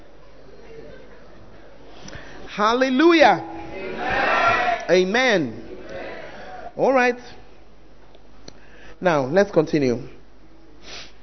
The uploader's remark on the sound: Preached At The 100s and 200s Camp